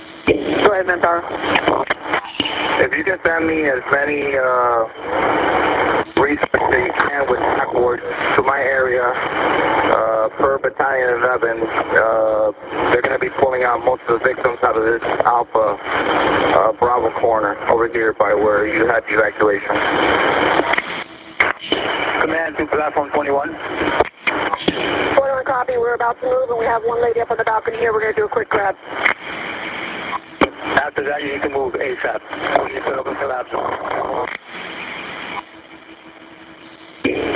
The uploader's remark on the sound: We hear the tragedy unfold in real-time, through 911 calls, police body cam footage, fire rescue dispatch audio, interviews with survivors, eyewitnesses, and family members.